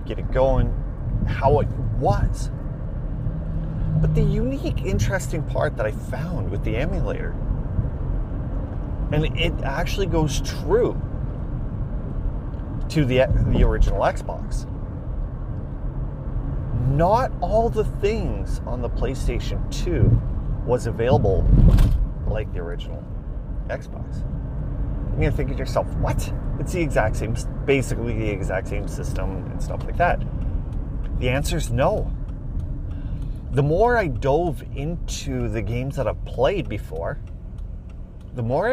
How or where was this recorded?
inside a vehicle